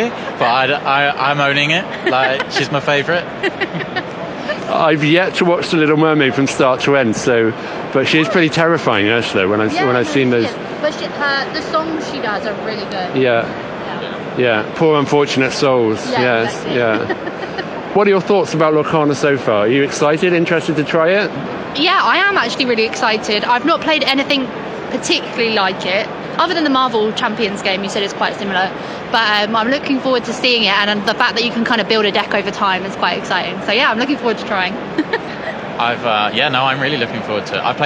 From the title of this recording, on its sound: Live from UK Games Expo 2023